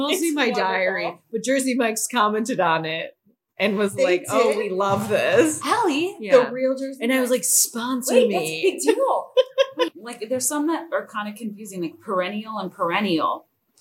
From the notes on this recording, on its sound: Deeply sorry again for sound quality